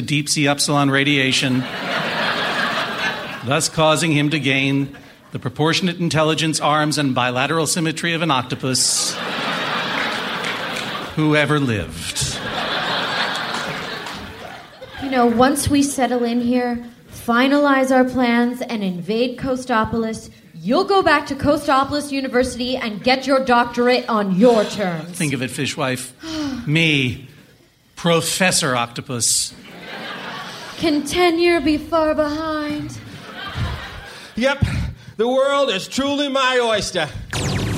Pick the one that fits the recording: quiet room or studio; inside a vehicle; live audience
live audience